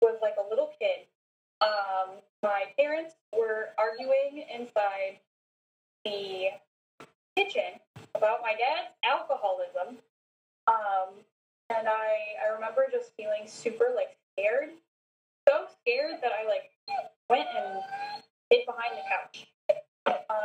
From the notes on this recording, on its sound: Sorry still working on audio quality.